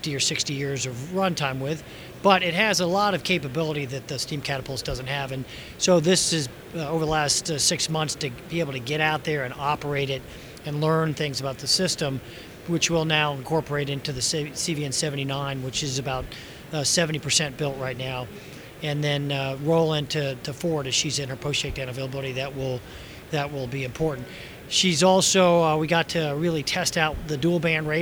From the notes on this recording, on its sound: live from WEST 2018